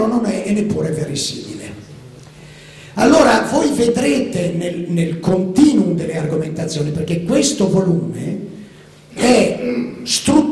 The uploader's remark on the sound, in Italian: Registrazione del 16 maggio 2011, presso il Teatro Franco Parenti di Milano.